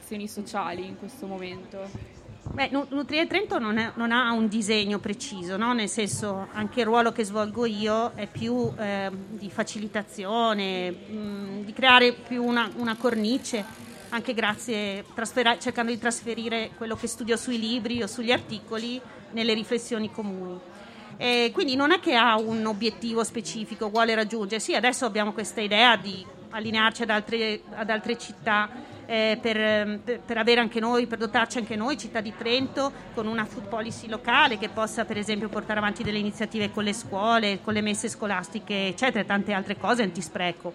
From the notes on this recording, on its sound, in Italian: In diretta dal Festival dell'Economia 2021